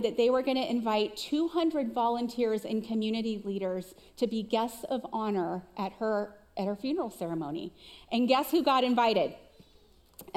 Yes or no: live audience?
yes